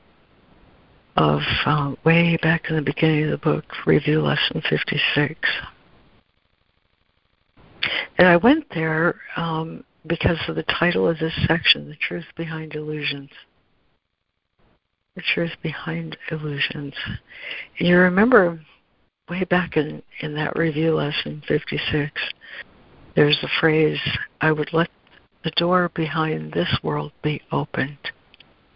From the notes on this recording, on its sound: ACIM Daily Conference Call